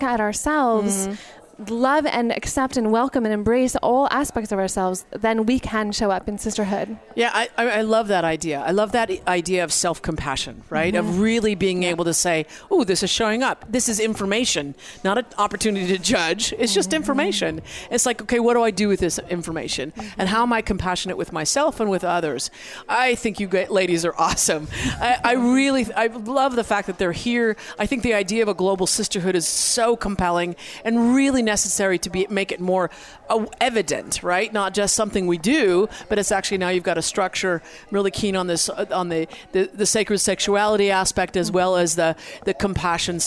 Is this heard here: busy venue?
yes